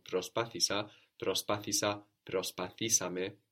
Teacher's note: We're adding two syllables there with ame, so the accent also moves forward one from προσπάθησα.